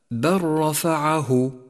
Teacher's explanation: دخلت اللام بالراء لتقاربهما في المخرج، وشددت الراء التي بعدها، فيصير لفظها هكذا: بل رفعه. · Term: إدغاماً متقارباً